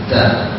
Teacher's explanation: Huruf ta ujung lidah bertemu dengan pangkal, pangkal gigi bukan ujung gigi, pangkal gigi ini untuk huruf ta. Pangkal gigi yang mana itu pangkal gigi yang tumbuh dari gigi yang tumbuh di gusi ya, pangkal gigi yang tumbuh di gusi bukan juga gusinya, pangkal ujung ya, pangkal gigi atas.